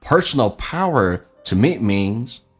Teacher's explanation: to 不被强调，非实义词汇说成 to, me 说成短元音 me,所以它有弱化现象